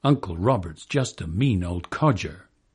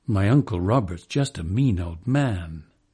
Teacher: the iambic, creates a so-called rising rhythm. It looks up and forward, eager for what follows. · Shown in: second take